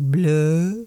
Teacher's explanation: It's a movie called My Son the Vampire, where he kind of says blood, but in his accent, it comes out more as bleh, with the D very quiet